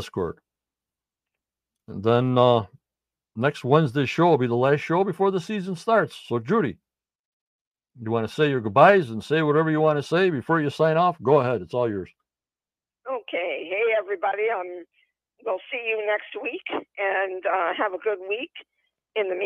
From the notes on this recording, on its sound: On the phone. In Stream Yard chat.